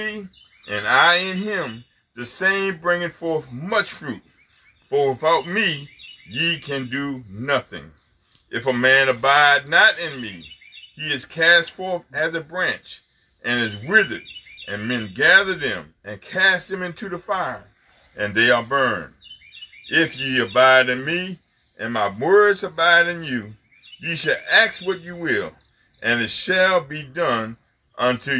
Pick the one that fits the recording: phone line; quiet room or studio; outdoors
outdoors